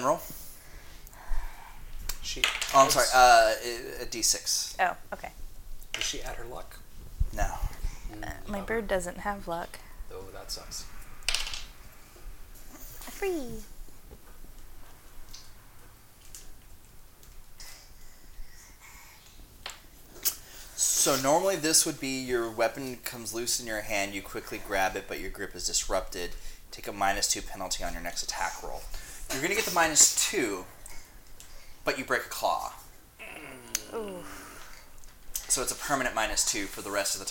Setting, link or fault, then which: fault, sounds in the background